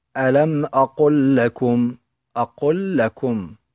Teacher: فحالة الإدغام مع اللام كما في قوله تعالى ألم أقل لكم أقل لكم، أقل لام ساكنة وقعت في الفعل، لكم لام جاءت بعدها في كلمة أخرى، فتدغم لام الفعل بهذه اللام